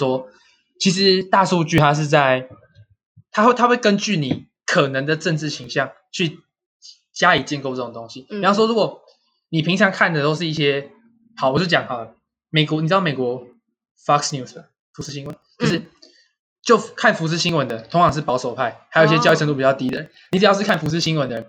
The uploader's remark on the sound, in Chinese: 下期品質會提升的(收音品質也會的